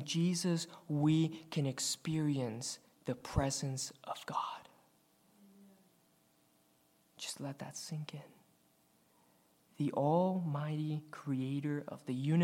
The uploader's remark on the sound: recorded on February 4, 2023, at the Ringgold Seventh-day Adventist Church